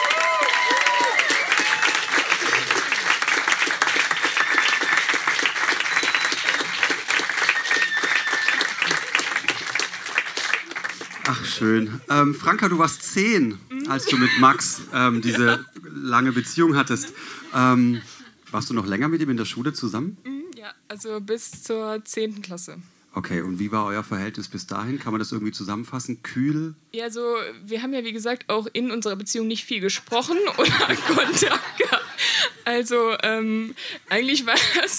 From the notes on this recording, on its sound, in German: In der Wohngemeinschaft, Köln. Auswahl der Beiträge von der „texte von gestern“-Liveshow. Heißen Dank an die Wohngemeinschaft, unser tolles Publikum.